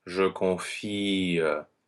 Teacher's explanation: Think of the emphasis of the word on the syllable before that, in this case on the fi, je confie, and you treat the schwa as something that is kind of a, a disappearing vowel, something that's still there but is not strong and tends to want to decrease in intensity. · Term: final schwa